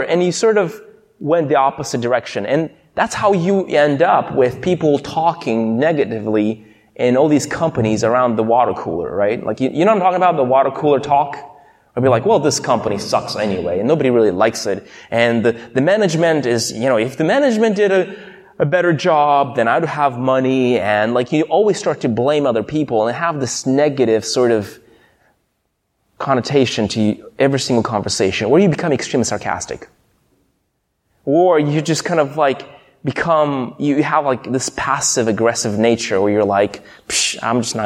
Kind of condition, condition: setting, large echoing room